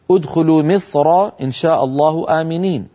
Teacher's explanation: أما في حالة الوصل، لو وصل الإنسان كلمة مصر فإن الراء مفخمة في مصر لأنها مفتوحة